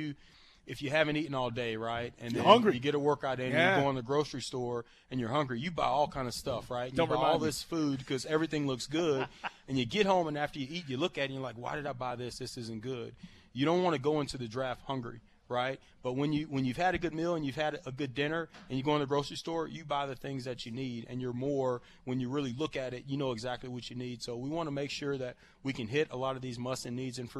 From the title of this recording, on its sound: LIVE from Mercedes-Benz Stadium